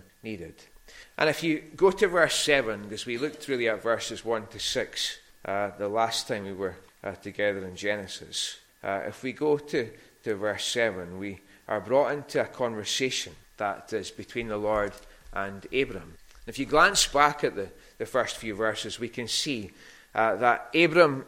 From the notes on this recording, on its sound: recorded at North Harris Free Church on the evening of Sunday 9th October 2022